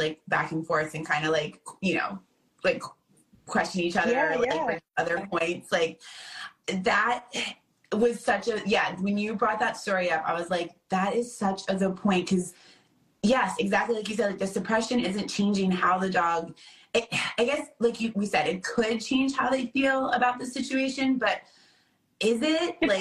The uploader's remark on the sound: Live on IG.